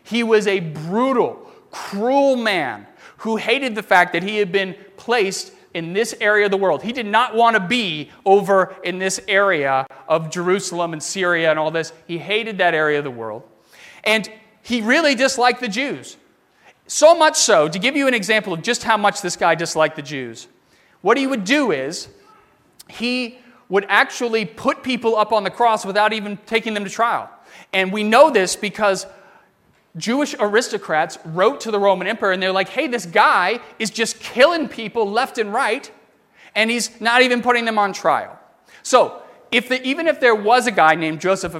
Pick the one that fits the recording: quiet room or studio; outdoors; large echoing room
large echoing room